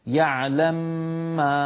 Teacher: يعلم ما، ما ممكن يعلم، لأنه الضمة التي هي واو قصيرة حالت بين الميمين، فإن أردت دمج الميمين ببعضهما لابد أن أنزع من الميم الأولى ضمتها فتسكن فتصبح يعلم · Term: الإدغام الكبير